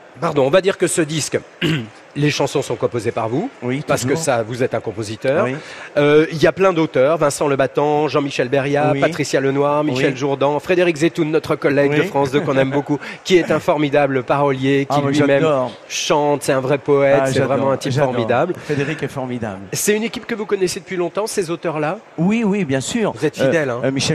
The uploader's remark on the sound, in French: en direct de la Foire de Paris